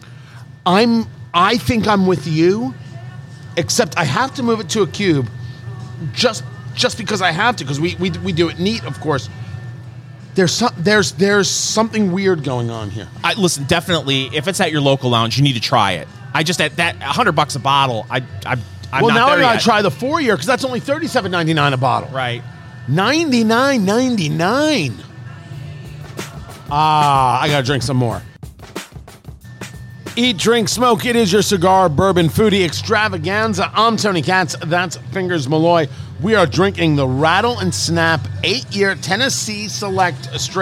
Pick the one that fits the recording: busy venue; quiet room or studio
busy venue